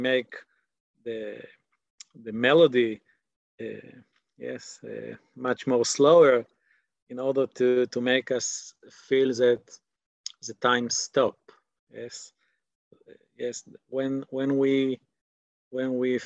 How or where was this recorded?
video call